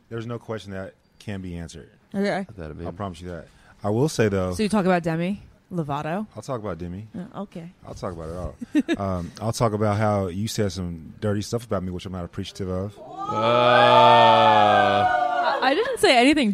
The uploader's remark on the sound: Live from Planet Hollywood Resort and Casino in Las Vegas for the iHeartRadio Music Festival!